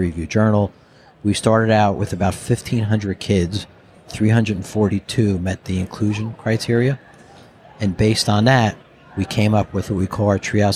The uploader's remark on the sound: Recorded at Vision By Design.